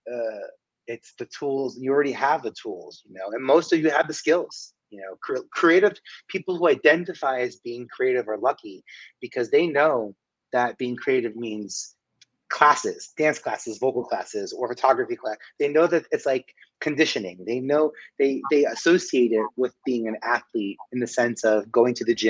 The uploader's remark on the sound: these interviews are throwbacks with some of the best and brightest in the Broadway & Entertainment industry who I chatted with virtually